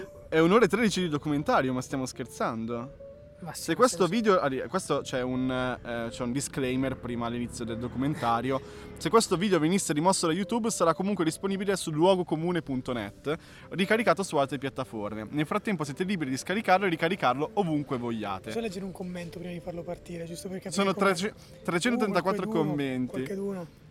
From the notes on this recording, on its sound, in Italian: In questa puntata live a Parco Sempione